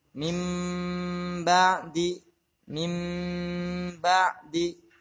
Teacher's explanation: Gunnah pada mim ini kamilah atau sempurna. Sempurna terjadi tahanan sama.